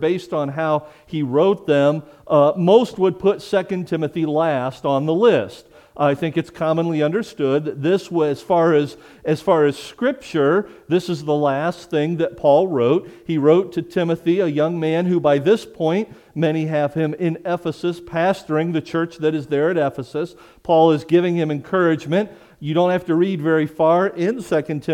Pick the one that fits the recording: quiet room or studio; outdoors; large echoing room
large echoing room